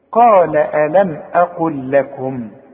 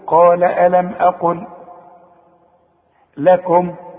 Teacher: اللام دي بتظهر عند الوقف واللام دي بتبدا بيها عند الابتداء انما عند الوصل بنقولها لام واحده لانها بدون تشكيل · Shown in: first take